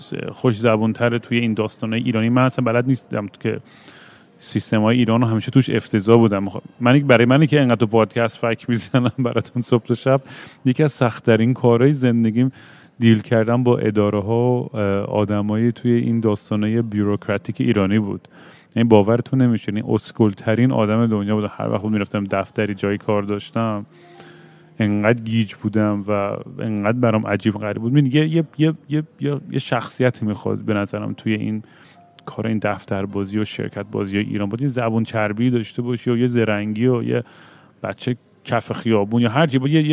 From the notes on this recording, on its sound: Once again I am at an airport rambling nonsense into the microphone.